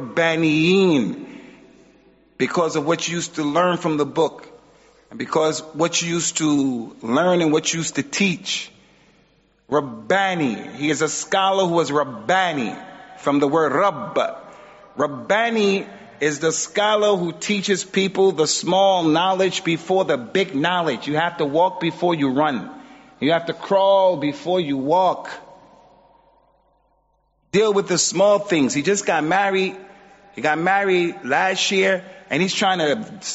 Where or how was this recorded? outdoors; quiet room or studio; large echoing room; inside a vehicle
large echoing room